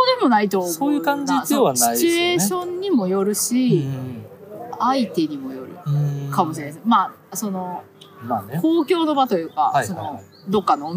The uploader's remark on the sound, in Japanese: 野外収録